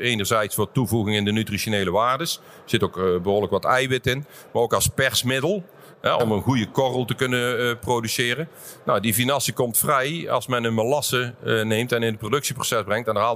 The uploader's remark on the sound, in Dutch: Tijdens een live-podcast op de RMV in Gorinchem.